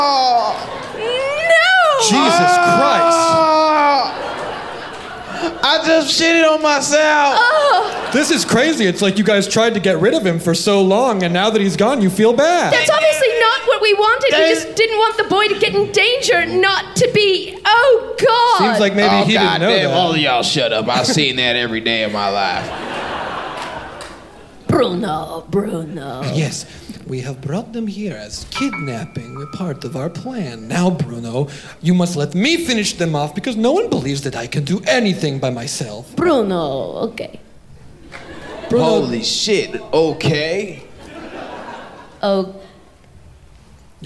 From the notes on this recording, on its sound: live from Clusterfest in San Francisco